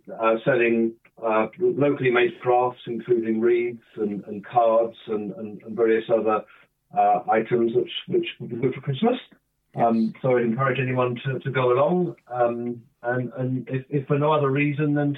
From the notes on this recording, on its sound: joined on the phone by Broadford correspondent